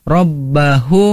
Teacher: mim bertemu mim, harus ditahan pada kalimat Rabbahummi